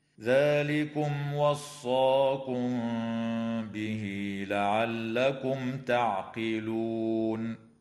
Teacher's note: وأما الميم في كلمة وصاكم فقد وقعت قبل حرف الباء، فحكمها الإخفاء الشفوي مع الغنة · وتوصل الهاء في قوله تعالى به لعلكم بياء تمد وصلا بمقدار حركتين · إظهار شفوي للميم الساكنة في كلمة ذلكم لوقوع الواو بعدها، وفي كلمة لعلكم لوقوع التاء بعدها.